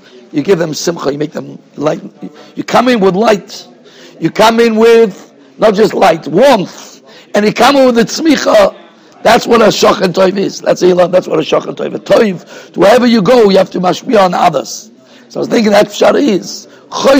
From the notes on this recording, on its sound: Shiur recorded in Yeshivas Ohr Reuven, Monsey, NY.